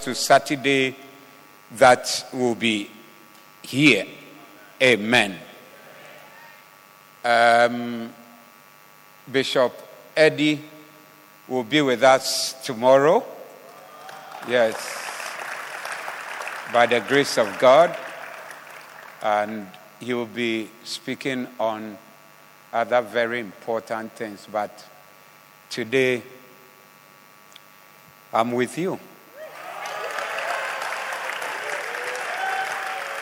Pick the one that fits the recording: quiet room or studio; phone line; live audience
live audience